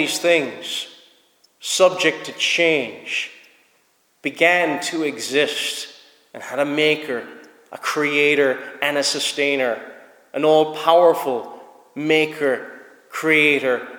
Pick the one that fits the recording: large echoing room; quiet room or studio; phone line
large echoing room